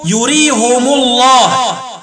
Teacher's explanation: قرأ حمزة والكسائي ويعقوب وخلف العاشر بضم الهاء والميم وصلا يقولون يريهم الله، وقرأ يعقوب بإسكان الميم وضم الهاء وقفا يقول يريهم، وقرأ حمزة والكسائي وخلف العاشر بإسكان الميم وكسر الهاء وقفا يقولون يريهم.